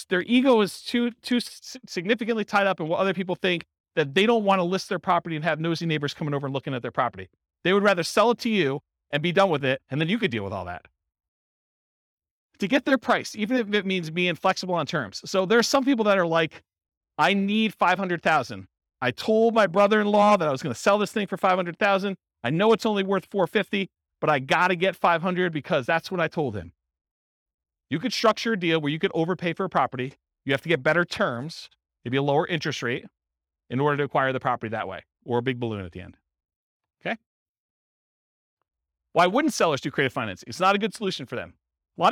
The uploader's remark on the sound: This was a live class recorded